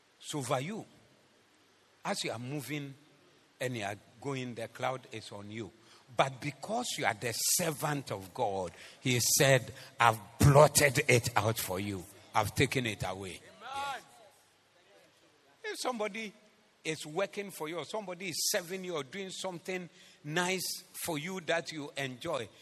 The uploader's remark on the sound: Preached at the Zeloo Service 16072023